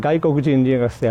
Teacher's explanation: a phrase like 外国人留学生, foreign student, has a high and flat accent